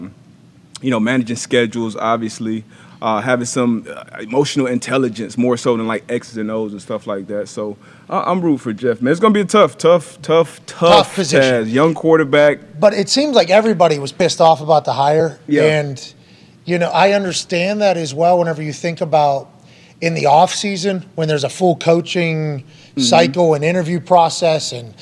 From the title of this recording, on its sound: LIVE From The ThunderDome